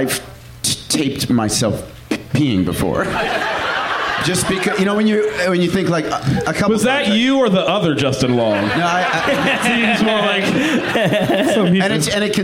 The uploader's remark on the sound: Live from the Cap City Comedy Club in Austin